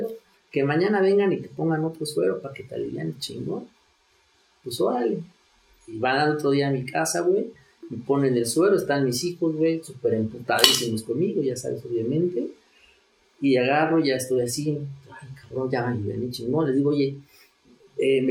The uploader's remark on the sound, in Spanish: Una disculpa por el audio de esta entrevista, la lluvia se puso fuerte.